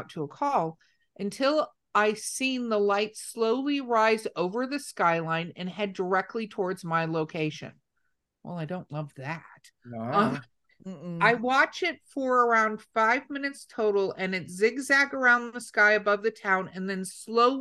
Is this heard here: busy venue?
no